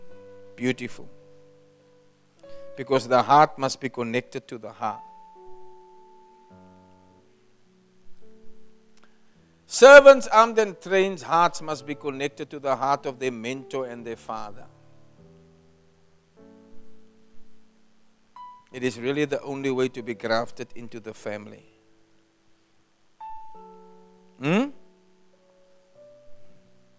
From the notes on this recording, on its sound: Preached at Kleinmond, Servants armed and trained ministry camp on 23 February 2024